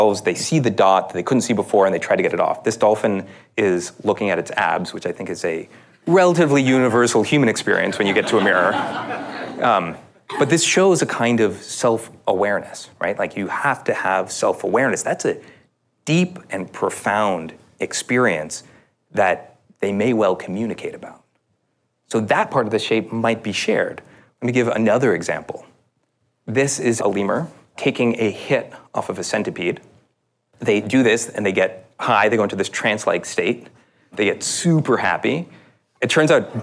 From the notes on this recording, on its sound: An interactive panel discussion hosted at the World Economic Forum in San Francisco